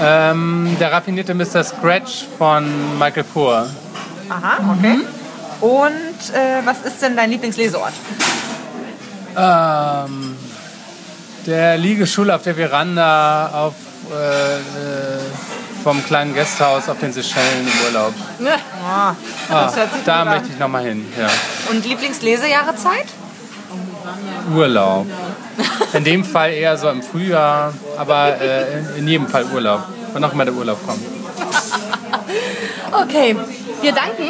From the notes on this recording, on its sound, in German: Entschuldigt bitte, dass die Tonqualität leider nicht auf unserem üblichen Niveau ist, da das Interview in einem öffentlichen Umfeld aufgenommen wurde.